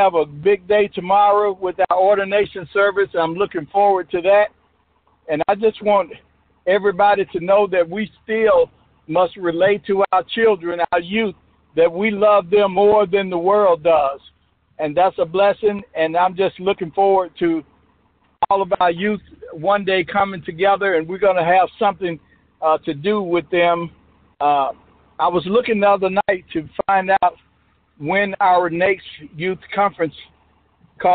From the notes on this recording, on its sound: Youth Conference Call. Join Our Service Live via Conference Call.